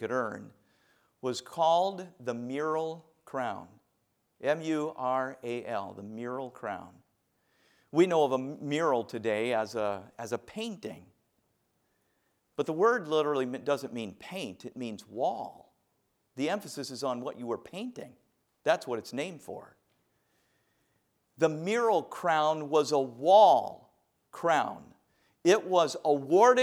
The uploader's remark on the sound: A message preached from the chapel platform at Baptist College of Ministry.